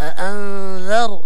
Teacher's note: هنا الراء مفخم أأنذر، لأنه يعني الراء ساكن قبل المفتوح